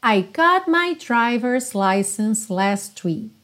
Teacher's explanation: o T do got você quase não ouve · Term: consoantes oclusivas